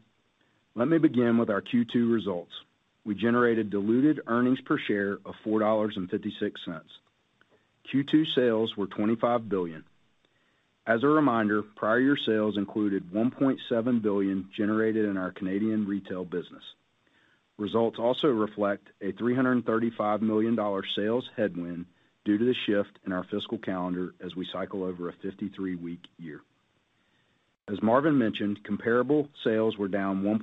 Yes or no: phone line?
yes